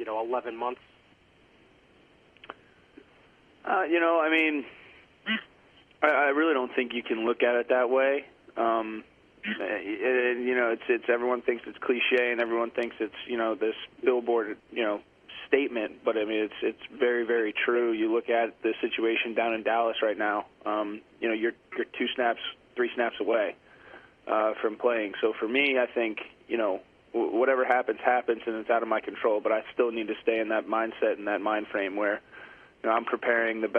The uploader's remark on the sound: Conference Call. Addresses the Media.